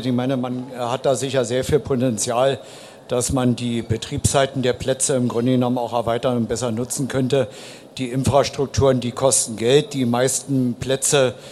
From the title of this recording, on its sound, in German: Podiumsdiskussion auf der AERO 2019